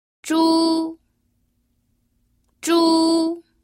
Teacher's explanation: El primero es el tono alto.